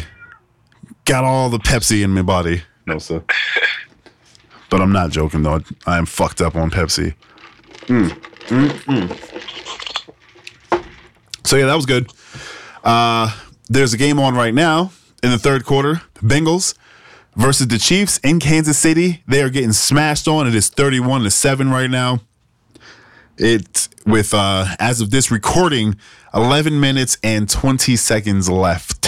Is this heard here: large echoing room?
no